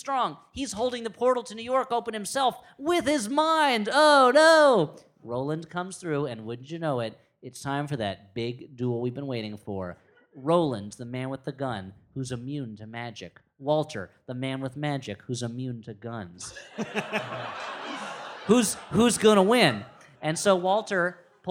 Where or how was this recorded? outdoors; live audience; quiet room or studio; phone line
live audience